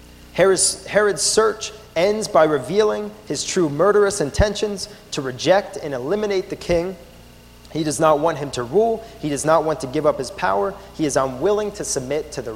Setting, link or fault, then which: setting, large echoing room